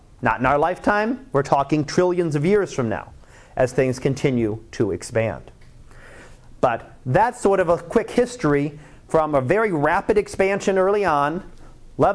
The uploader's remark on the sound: Live Class Lecture